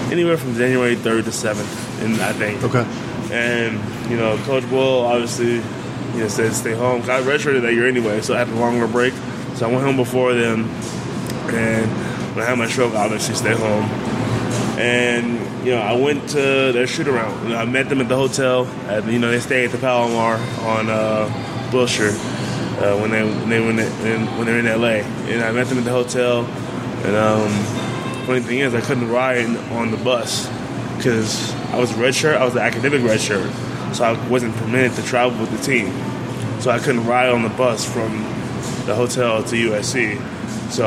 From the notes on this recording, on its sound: which was recorded at GQue BBQ